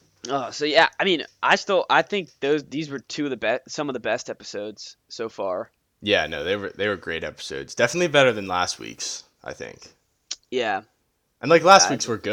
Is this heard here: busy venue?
no